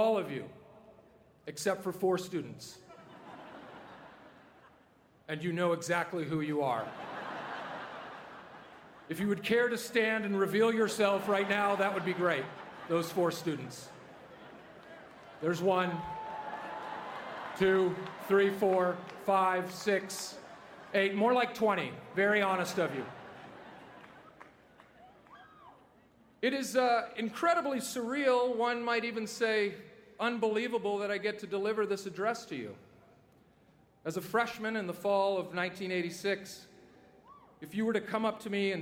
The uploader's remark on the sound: delivered the 134th commencement address at the University of Southern California on May 12, 2017